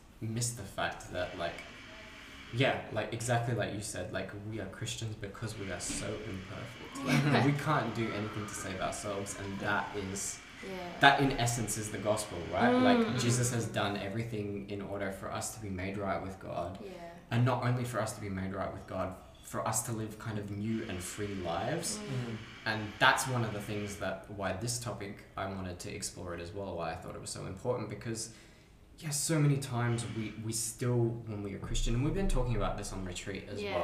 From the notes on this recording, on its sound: This episode was recorded during a church retreat so you may hear coffee machines, peacocks, dogs and (if you were there) yourself in the background. Despite the audio quality not being perfect.